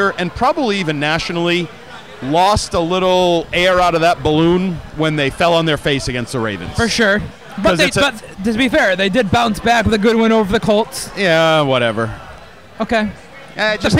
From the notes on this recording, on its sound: Live from Lord Hobo Brewing in Woburn.